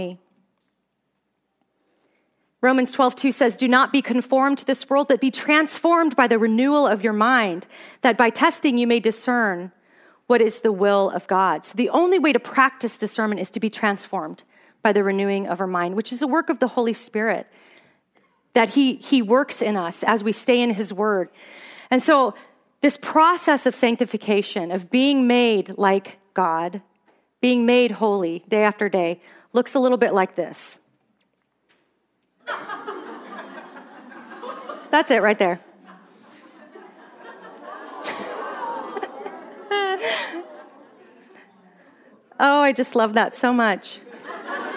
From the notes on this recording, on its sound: Here's the second of two talks I gave at the "Pretty Little Lies" Women's Conference in Fairbanks, Alaska. The sanctification gif I showed to the audience.